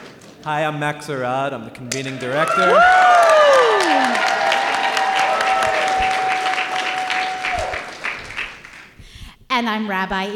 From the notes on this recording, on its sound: we’re coming to you live from Baltimore, where we appeared at the 2023 Conservative/Masorti Shabbaton & Convening